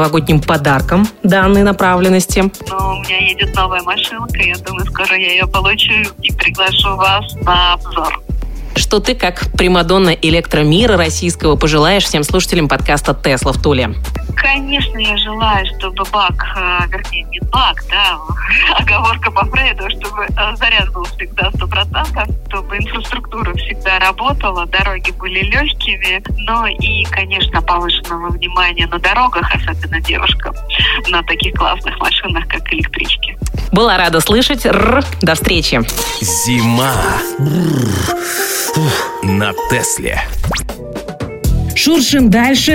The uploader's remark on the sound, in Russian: Мини-интервью по телефону